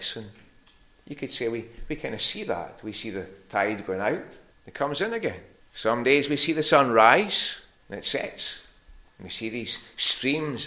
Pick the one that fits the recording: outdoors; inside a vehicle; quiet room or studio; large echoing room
large echoing room